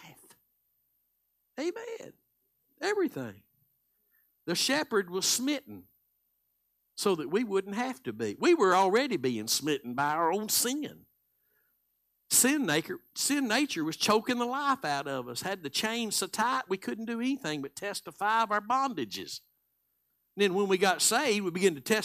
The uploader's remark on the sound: Live Sunday Morning Service